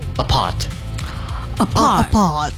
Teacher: But maybe in British English, you don't really need to say the R. So just apart.